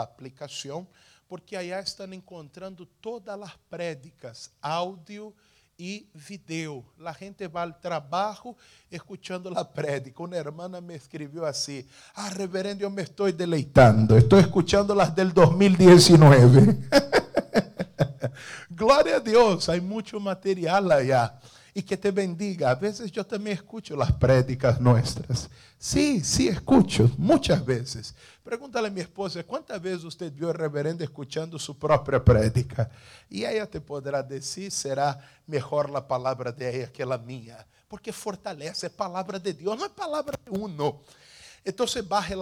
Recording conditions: large echoing room